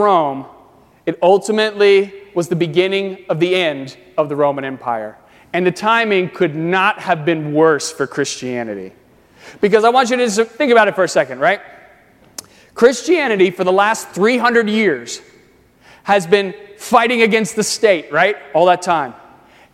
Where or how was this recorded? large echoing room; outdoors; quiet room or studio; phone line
large echoing room